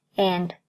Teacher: 这里 and 最末尾那个辅音 d 通常在口语中都可以被省略